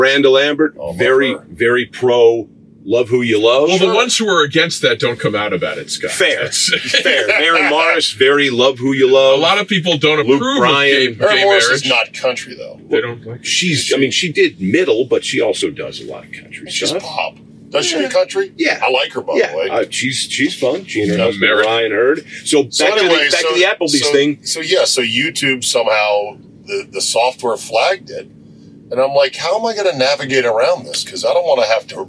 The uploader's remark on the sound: Joined in the van. The Rodecast recorder crashed and lost power. Sub-optimal camera audio exists and was saved!